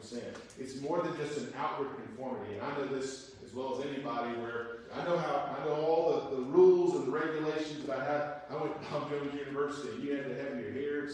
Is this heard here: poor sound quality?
yes